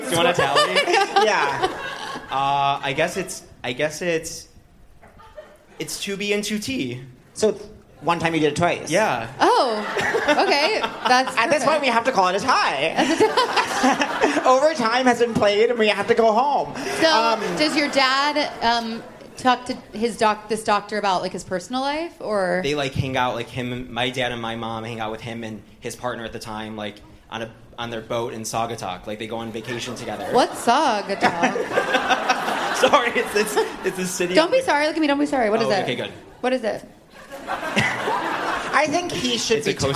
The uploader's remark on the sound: live on stage at The Bell House